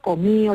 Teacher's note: la pérdida de la D entre dos vocales en español